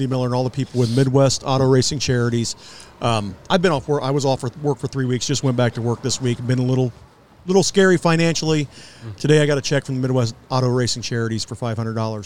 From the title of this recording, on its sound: LIVE FROM BIG D's PIZZA